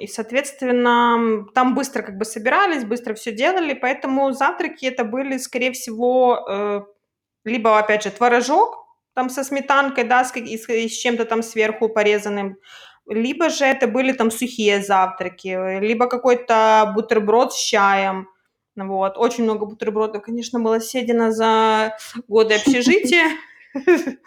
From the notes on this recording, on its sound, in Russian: Этот эпизод мы записывали , находясь в разных городах - я в Лондоне. В жарком Киеве, потому , к сожалению, со звуком у нас были некоторые недоразумения, но на смысловую нагрузку это никак не повлияло.